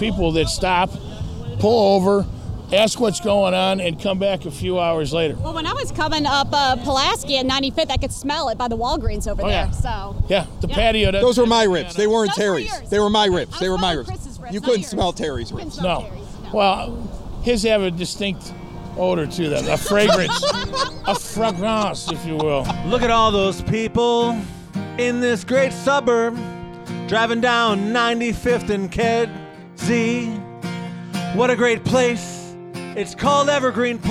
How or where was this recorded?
busy venue